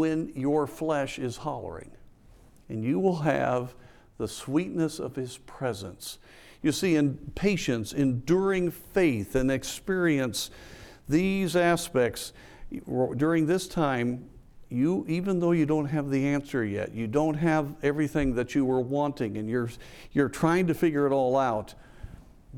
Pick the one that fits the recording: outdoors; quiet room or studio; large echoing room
large echoing room